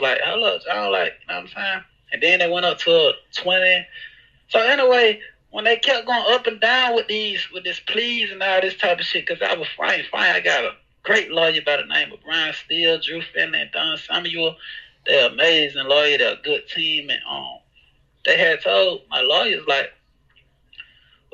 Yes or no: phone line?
yes